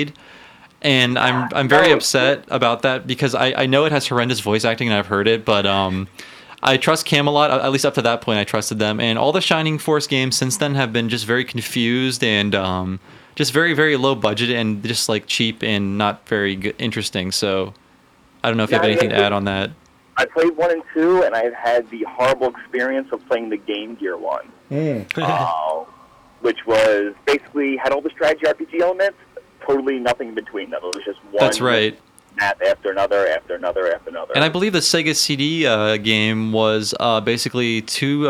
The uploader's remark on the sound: Call-In Discussion